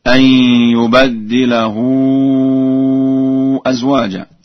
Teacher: قرأ ورش بفتح الباء وتشديد الدال